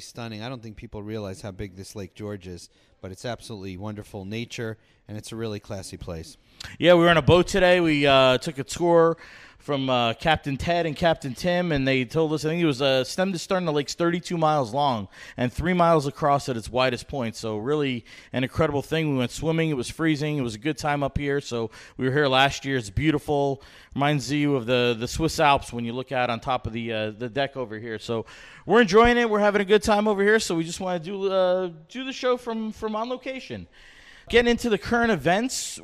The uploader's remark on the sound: live on location from the Sagamore Hotel at Lake George in Bolton Landing, NY